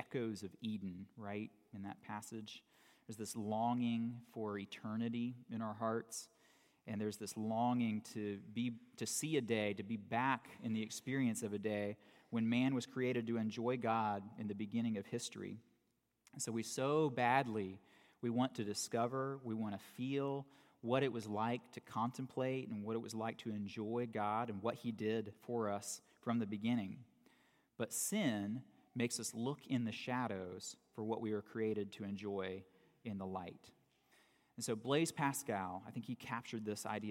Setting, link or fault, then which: setting, large echoing room